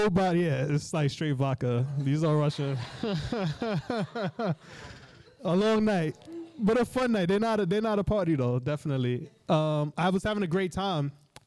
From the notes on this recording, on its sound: In our first live show at the Baltimore Peninsula. The episode was taped in front of a sold-out audience in the Penthouse Suite at the Baltimore Peninsula.